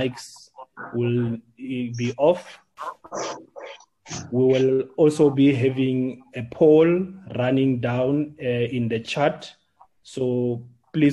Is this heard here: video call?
yes